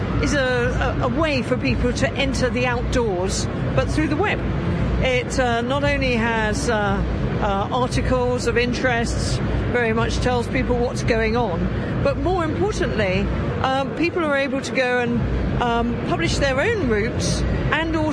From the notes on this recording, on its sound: Lets get out and about in this podcast recorded at this year's Outdoors Show at the NEC.